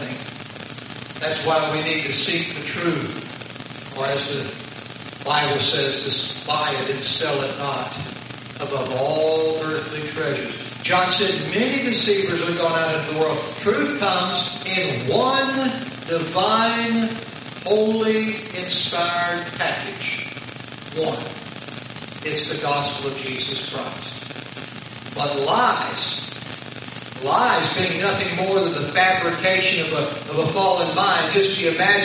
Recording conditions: poor sound quality